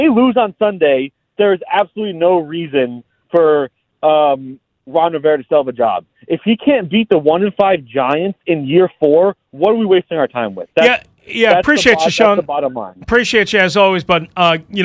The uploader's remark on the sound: Back to the phone lines. Continuing call lines on the Commanders after Sunday's win.